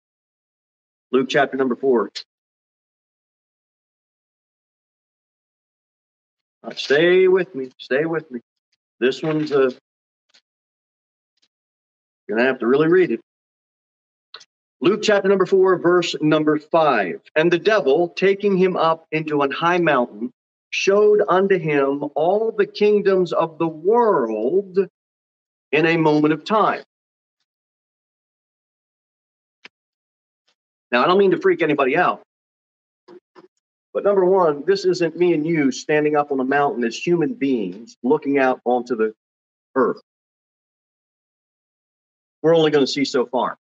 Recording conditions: large echoing room